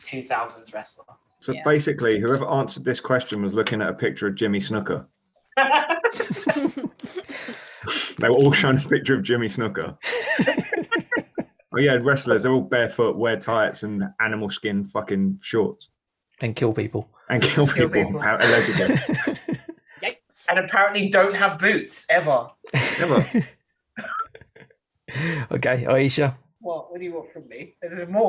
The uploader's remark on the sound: A terribly recorded podcast.